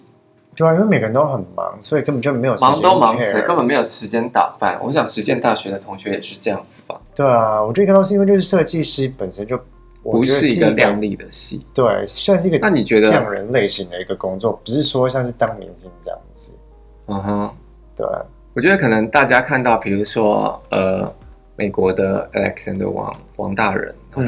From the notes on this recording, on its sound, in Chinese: 收音跟內容都很陽春